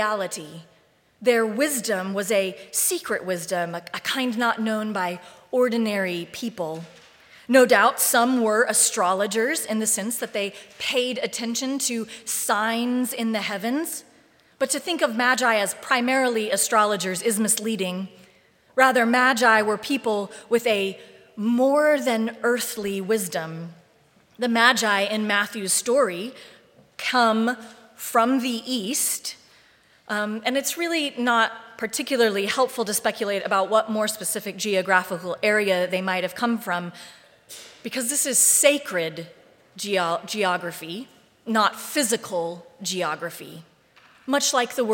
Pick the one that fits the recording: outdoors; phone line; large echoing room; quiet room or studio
large echoing room